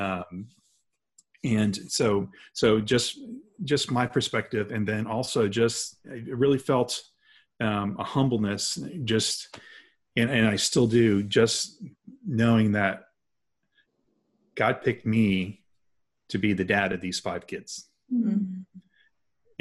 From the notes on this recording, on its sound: sat down on a Zoom call